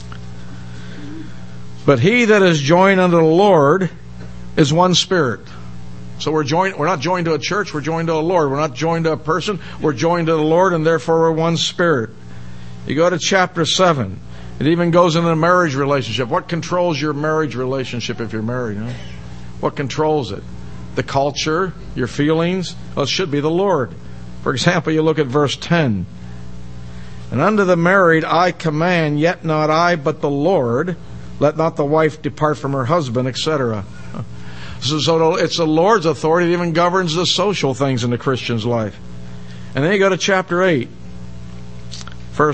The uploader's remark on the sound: given in the most part at Hollywood Bible Chapel